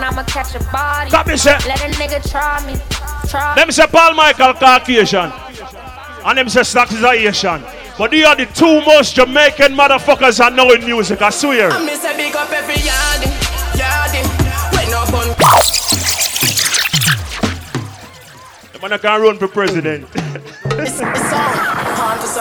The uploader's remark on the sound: LIVE AT SEAFOOD TUES NYC 3.8.16